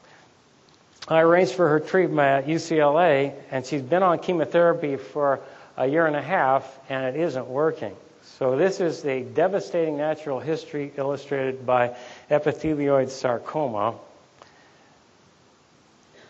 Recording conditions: live audience